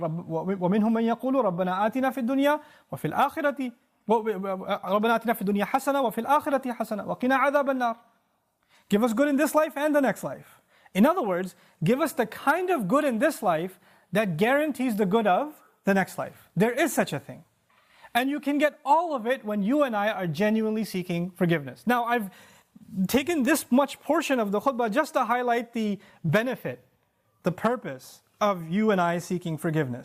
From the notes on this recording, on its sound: This khutbah was recorded at the Bayyinah Foundation Musallah on April 6th 2018.